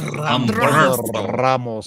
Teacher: His rolling R is like built in.